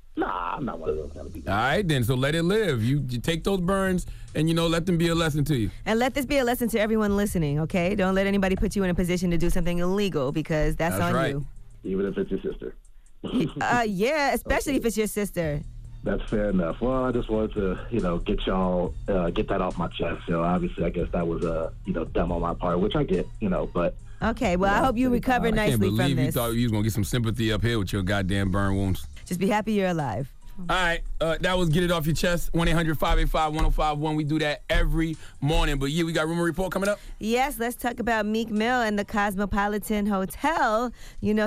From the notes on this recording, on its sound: we opened up the phone lines